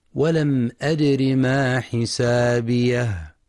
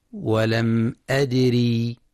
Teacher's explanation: ينتبه القارئ في كلمة أدري لكسر الراء فقط · Shown in: first take · فلا يقرأ ولم أدري بإثبات ياء مدية بعد الراء.